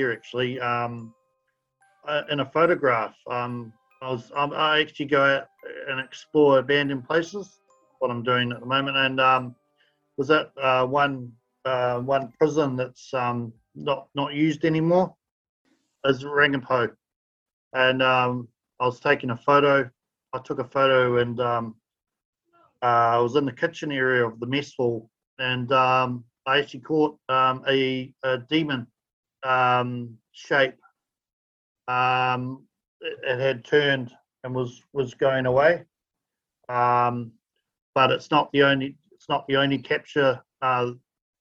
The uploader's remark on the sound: Due to the pandemic episodes are recorded via Zoom so the sound quality may not be of the highest standard.